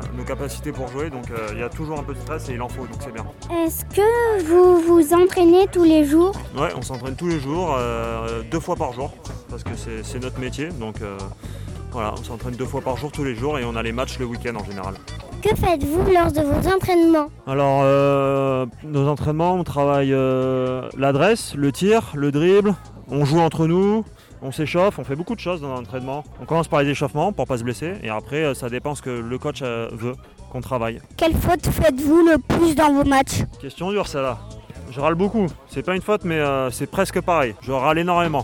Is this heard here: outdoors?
yes